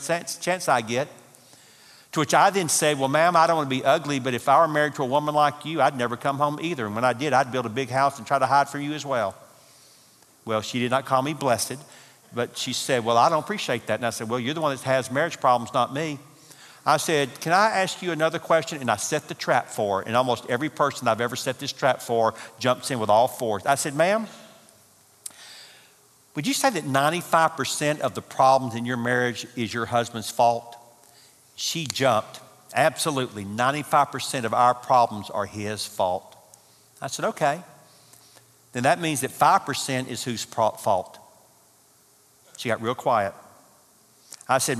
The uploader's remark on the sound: Marriage Conference - Session 3 (Audio). From the 2018 marriage conference hosted at Parkwood.